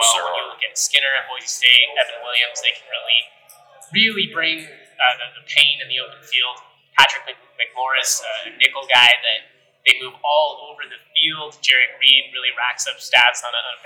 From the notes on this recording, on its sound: Live from Mountain West Media Days. At the Mandalay Bay in Las Vegas.